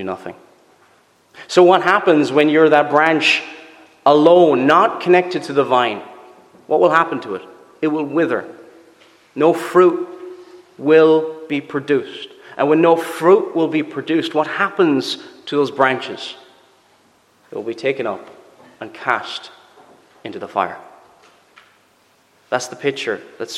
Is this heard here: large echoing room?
yes